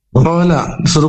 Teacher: huruf lam berikutnya itu makhrajnya di tepi lidah yaitu menyentuh gigi atas